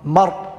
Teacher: إذا وقفنا بالسكون المحض مع النقل فهي مفخمة مر وإذا وقفنا مع النقل بالروم فهي مرققة لأنها مكسورة هذا